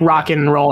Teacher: I usually just say like an N, and then like rock and roll, not and.